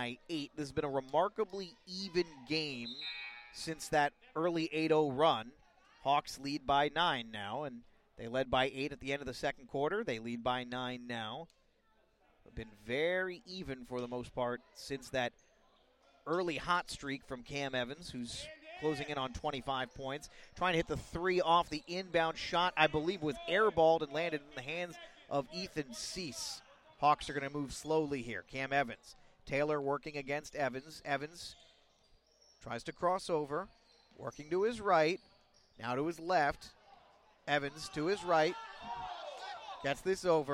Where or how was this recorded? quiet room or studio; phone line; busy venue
busy venue